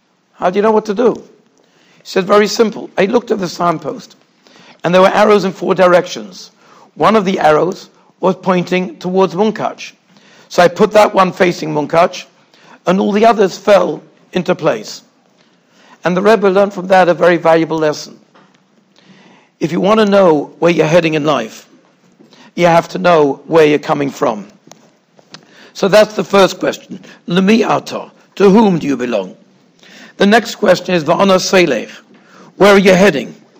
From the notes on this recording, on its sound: Shiur recorded in Yeshivas Ohr Reuven, Monsey, NY.